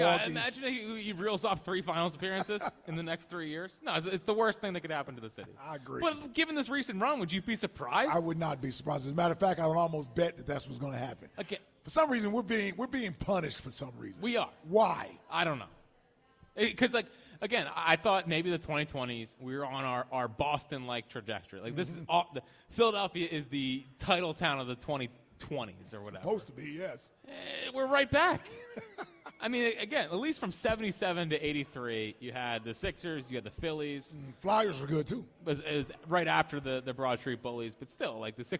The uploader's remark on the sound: live from Chickies in South Philly